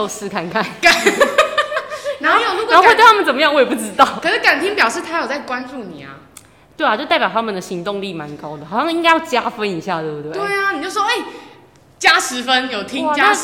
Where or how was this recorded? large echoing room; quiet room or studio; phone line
large echoing room